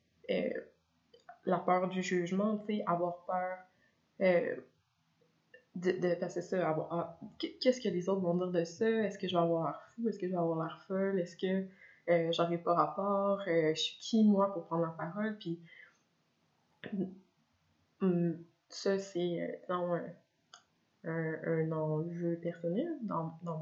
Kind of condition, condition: fault, poor microphone